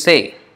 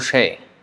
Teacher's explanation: in Kolkata they would say Say, but in Bangladesh or in other parts of even maybe India, in Bengali areas, so they may pronounce it as Shay.